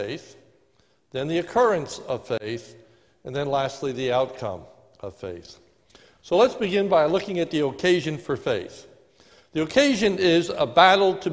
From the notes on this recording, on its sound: This is a sermon recorded live at the Lebanon Bile Fellowship Church in Lebanon, PA on 09/27/2020 during the morning service